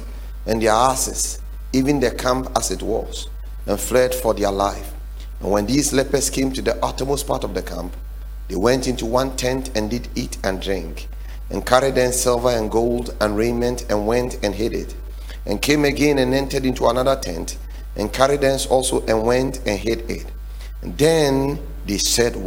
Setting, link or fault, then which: setting, large echoing room